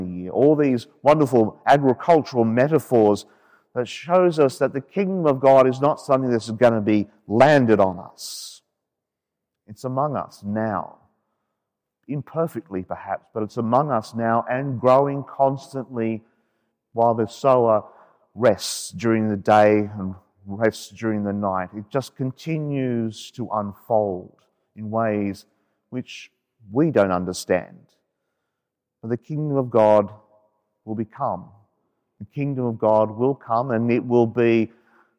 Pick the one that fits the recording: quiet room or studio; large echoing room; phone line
large echoing room